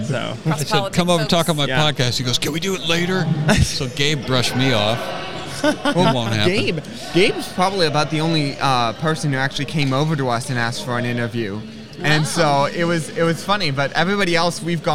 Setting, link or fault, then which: setting, busy venue